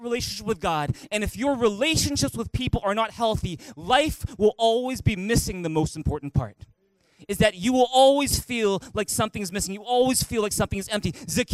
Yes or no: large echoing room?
yes